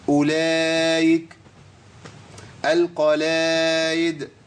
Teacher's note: الهمزة المكسورة بتبدل بإيه؟ بياء، بس ياء مش ياء كاملة